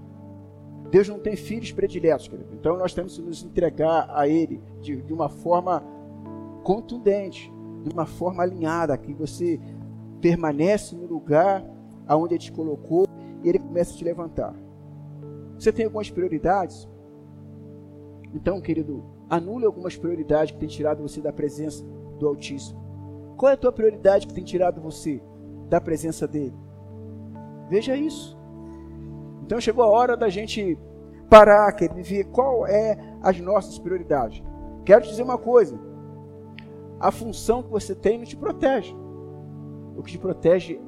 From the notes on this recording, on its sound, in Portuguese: Áudio da mensagem ministrada no Culto de Celebração. Na Igreja Cristo Salva Campinas.